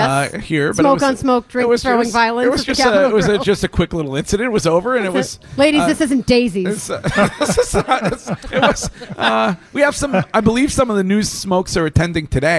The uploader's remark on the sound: Broadcasting live from The Capital Grille